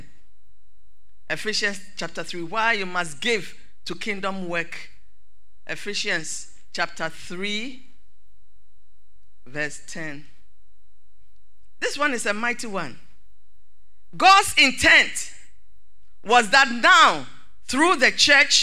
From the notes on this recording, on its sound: Sermon preached at CBC Shiashie Campus.